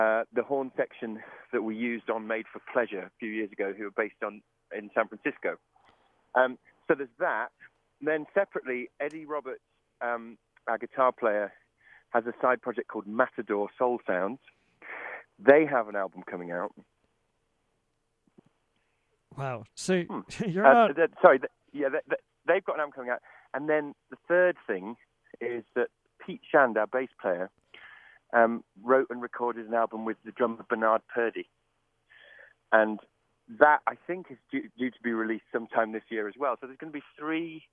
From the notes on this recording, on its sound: call in for an interview